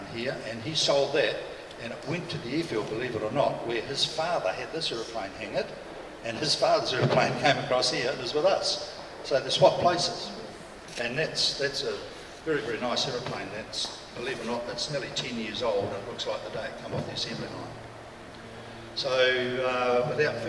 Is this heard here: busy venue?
yes